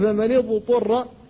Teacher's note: أن تظهر الضاد قبل الطاء إذا سكنت، فإن كثيرا من الناس يدغمها فيها، فلا بد من الفك حتى تظهر. وذلك في مثل فمن اضطر، فمن اضطر لا بد أن تميز الضاد هنا فتقول فمن اضطر، لأن كثيرا من الناس يقول من اضطر فيدغمها فيها وهذا لحن، فلا بد من التمييز.